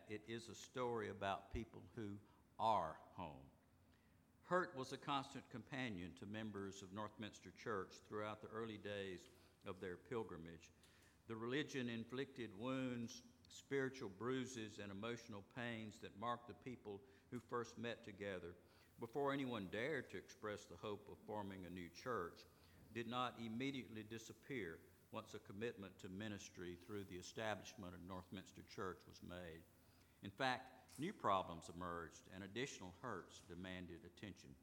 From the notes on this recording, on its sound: at Northminster Church on Covenant Sunday, September 15, 2019.